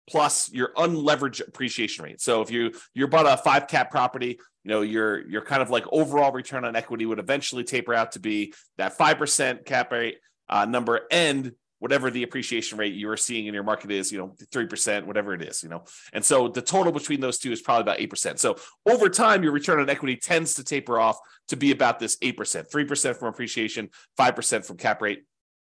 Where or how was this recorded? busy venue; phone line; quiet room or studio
quiet room or studio